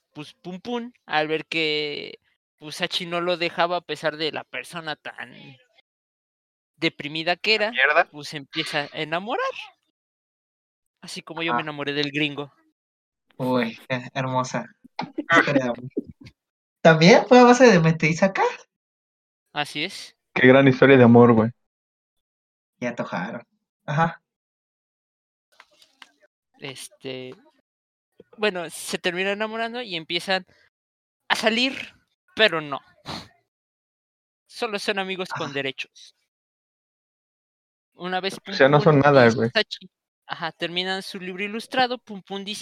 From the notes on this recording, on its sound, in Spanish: este es nuestro primer podcast grabado así que no esperes mucha calidad y por eso pedimos perdón